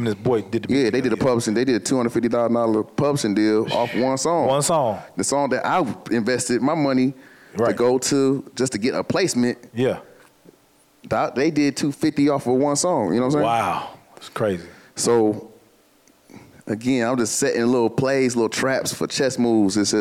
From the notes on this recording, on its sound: This episode was recorded live in July 2023. Amplifier is filmed and recorded in front of a live audience at the Radio Milwaukee studios in Milwaukee, Wisconsin.